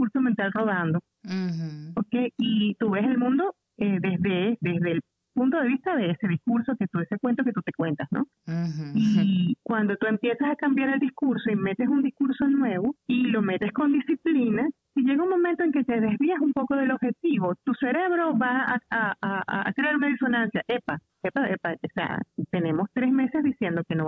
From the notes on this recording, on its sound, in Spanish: En conversación telefónica desde Katy, Texas, Estados Unidos a Venezuela